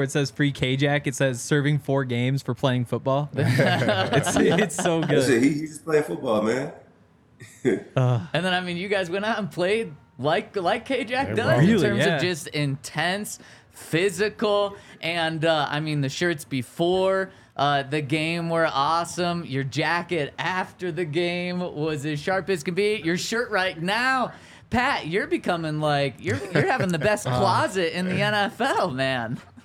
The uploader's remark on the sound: coming to you LIVE from the DNVR Bar